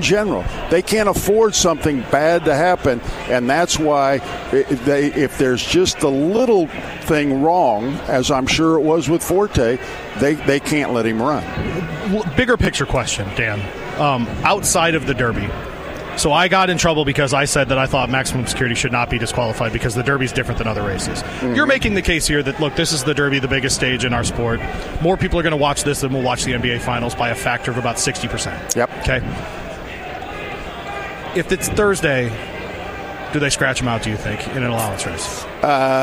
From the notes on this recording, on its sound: live from Churchill Downs